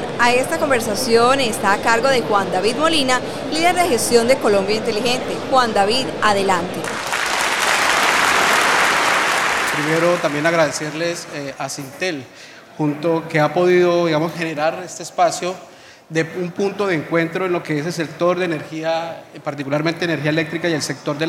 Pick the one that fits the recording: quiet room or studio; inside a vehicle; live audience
live audience